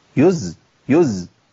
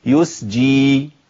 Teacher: فناخد بالنا، ناخد بالنا من ايه؟ ناخد بالنا من ابدال الزاي بسين، عشان السين بتسهل دخولي على الجيم